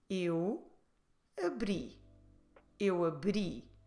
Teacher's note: We're stressing the last syllable just because it ends in I · Term: stress the last syllable